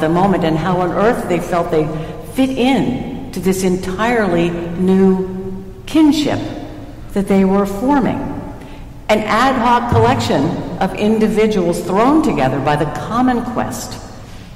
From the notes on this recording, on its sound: Recorded at Trinity Church, Princeton NJ